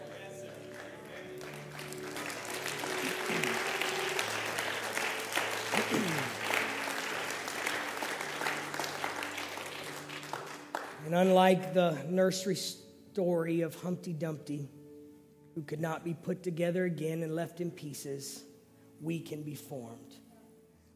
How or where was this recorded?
large echoing room